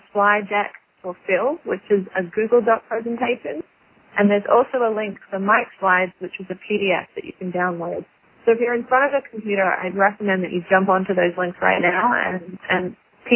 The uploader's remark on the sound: Call recorded on February 9, 2012.